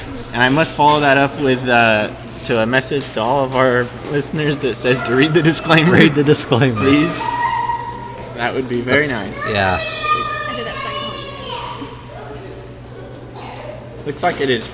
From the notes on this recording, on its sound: We apologize for the background noise this week... It was extremely loud at times, so we had to cut away so we don't blow your eardrums out.